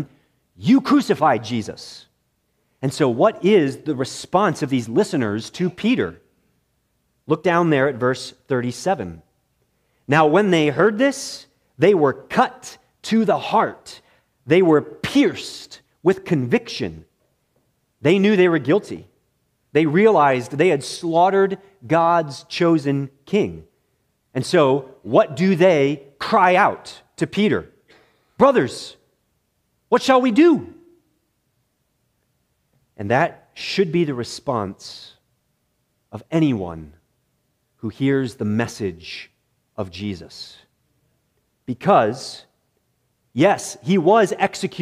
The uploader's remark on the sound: This message was preached in the morning worship service at Bethany Baptist Church